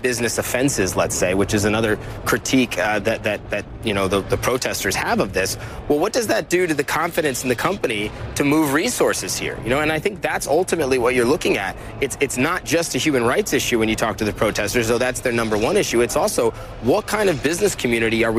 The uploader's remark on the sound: Live from the New York Stock Exchange.